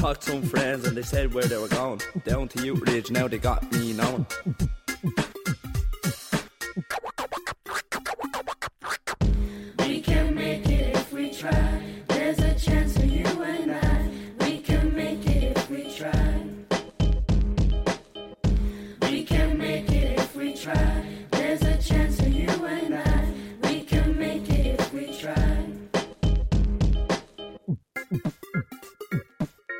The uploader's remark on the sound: Live From Balbriggan Youthreach